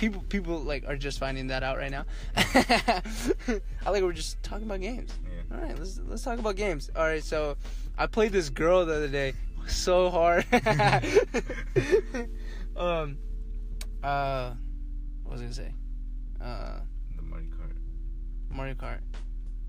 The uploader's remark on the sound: I was driving, sorry!